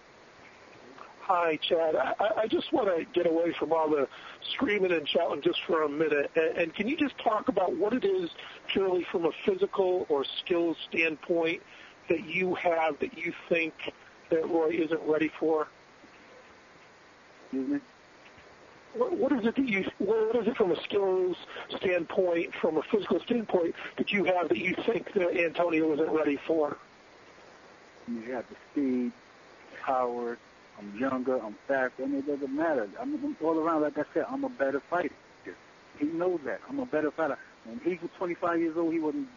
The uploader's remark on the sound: Conference Call